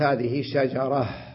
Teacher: لما قلت هذه شجرة ألفظتها هاء ساكنة، ذهبت التاء تحولت إلى هاء. طيب إذا وصلت هذه شجرة طويلة وهذه شجرة قصيرة، نعم، هكذا عندما أصل تعود التاء.